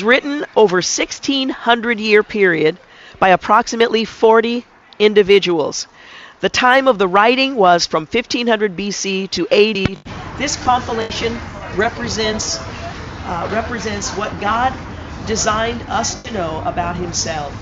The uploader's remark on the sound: Join us today as we broadcast live from The Bible Truck at Clackamas Town Center’s NW corner near the Sears store.